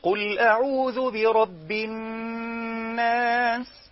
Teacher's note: لذلك من فقهك أنت كمعلم قرآن وأنت تدرس للناس التجويد، لما تلاقي إن في طالب بيقرأ بيقول إيه، قل أعوذ برب الناس، ما تقولوش غن، قل له أظهر الغنة، لأنه هو كده كده الغنة موجودة في جسم النون